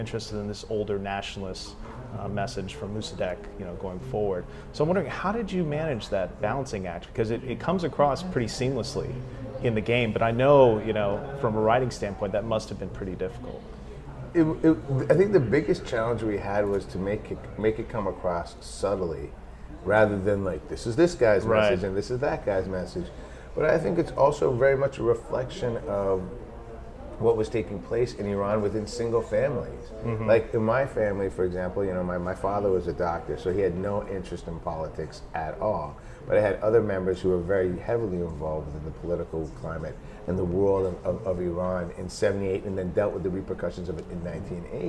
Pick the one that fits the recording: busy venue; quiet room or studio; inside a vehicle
busy venue